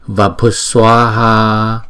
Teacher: Chữ Visarga này chuyển thành chữ S trong khi chúng ta phát âm ha